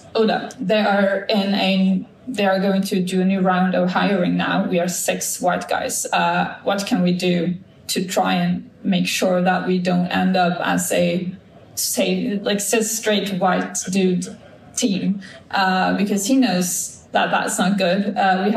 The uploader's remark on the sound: We report from the heart of the Skövde Game Conference, diving deep into a riveting panel discussion.